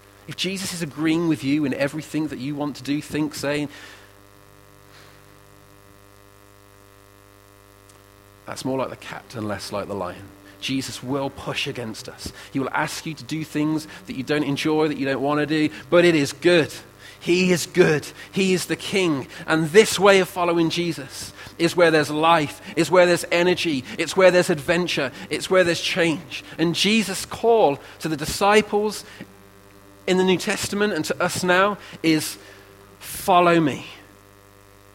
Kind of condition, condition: setting, large echoing room